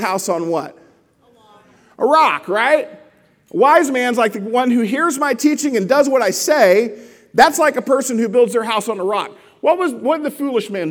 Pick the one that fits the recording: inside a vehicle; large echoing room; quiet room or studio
large echoing room